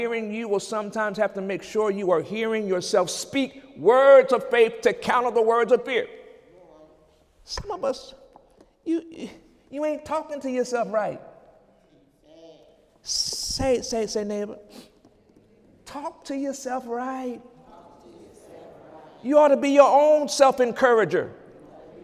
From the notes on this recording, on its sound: During Sunday service on January 29, 2017